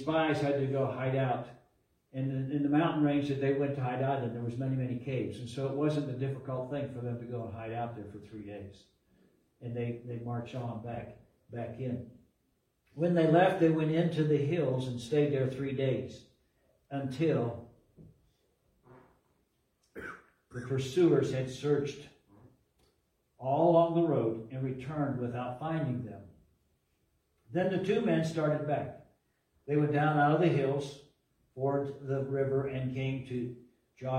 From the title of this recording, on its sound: LIVE from Calvary